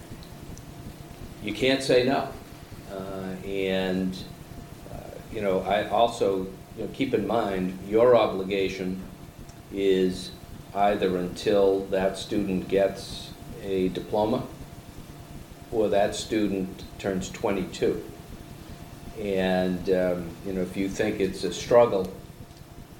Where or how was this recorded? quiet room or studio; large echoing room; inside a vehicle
large echoing room